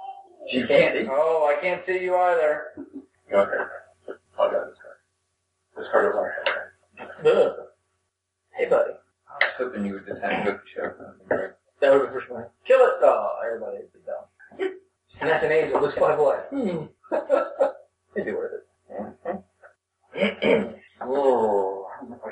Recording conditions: poor sound quality